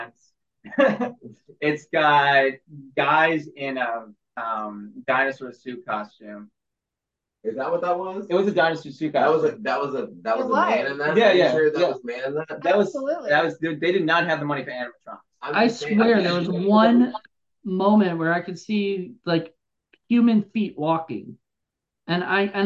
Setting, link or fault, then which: link, video call